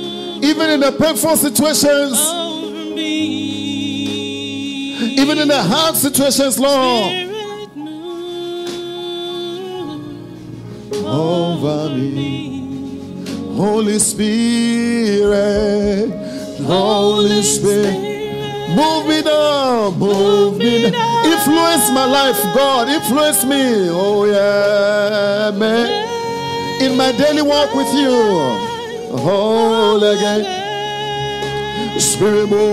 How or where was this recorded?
large echoing room